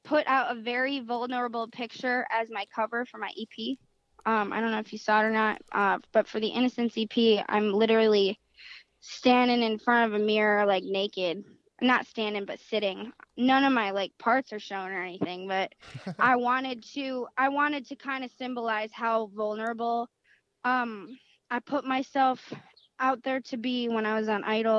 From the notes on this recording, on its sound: called into the show